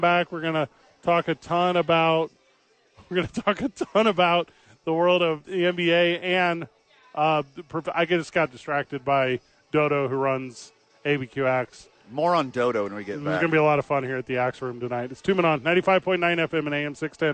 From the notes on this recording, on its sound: live from ABQ AXE